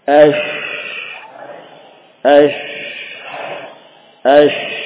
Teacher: shin mulai renggang, ya, mulai renggang huruf shin karena melewatkan nafas dan juga suara. Ash. Ash.